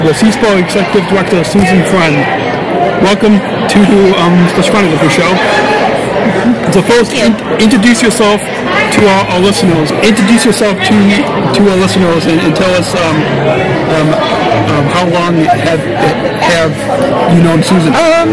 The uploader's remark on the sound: Podcasting live from the 2017 SEASPAR Believe &#38; Achieve Banquet. Podcasting live from the 2017 SEASPAR Believe & Achieve Banquet for our 3rd annual live broadcast at this event.